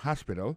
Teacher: Alors, accent tombe sur premier syllabe, il y a trois syllabes.